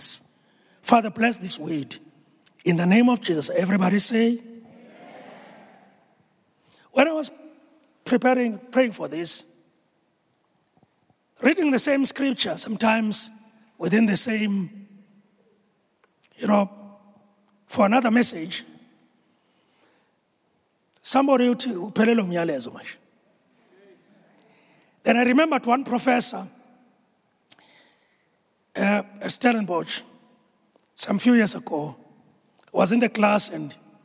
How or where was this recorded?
large echoing room